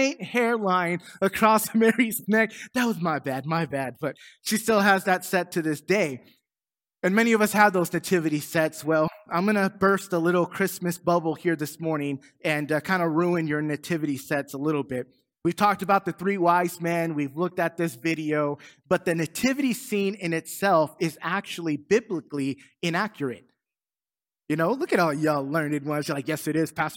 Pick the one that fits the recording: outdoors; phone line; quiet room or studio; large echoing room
large echoing room